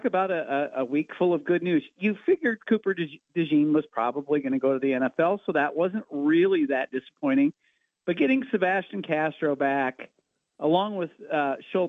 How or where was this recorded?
phone line